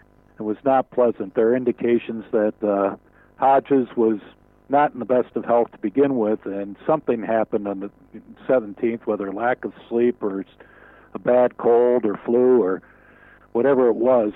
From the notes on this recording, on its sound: In our first ever phone interview.